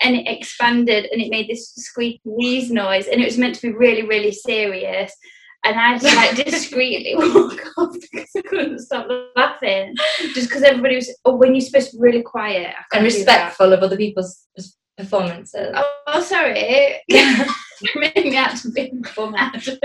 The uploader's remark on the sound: Recorded on May 26th on Zoom